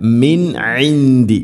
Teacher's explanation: സാക്കിന നൂന് ശേഷം ഐൻ ഇദ്ഹാർ ചെയ്യണം, വെളിവാക്കി ഉച്ചരിക്കണം.